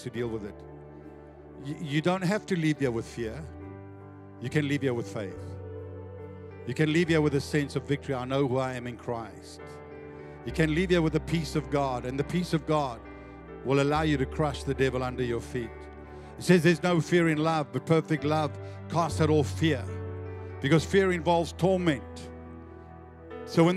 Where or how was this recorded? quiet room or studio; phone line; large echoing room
large echoing room